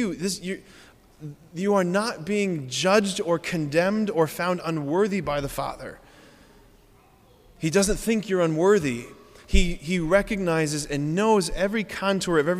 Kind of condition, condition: setting, large echoing room